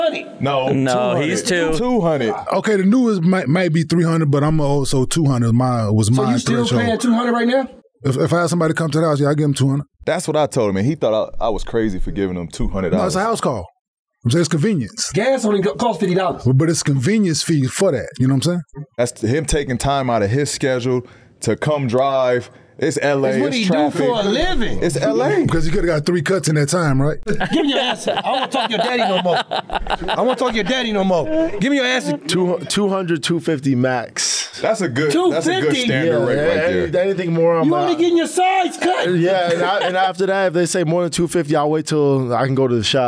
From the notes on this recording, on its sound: we’re back recording from the Smoove's Hair Gallery Barbershop in Las Vegas